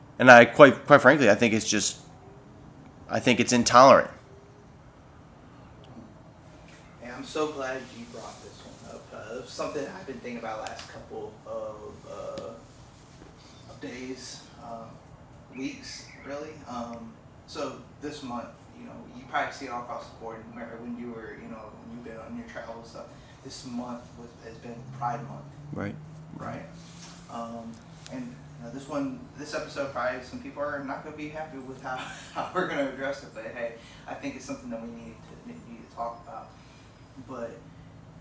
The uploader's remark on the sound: Apologies for some technical difficulties with microphones.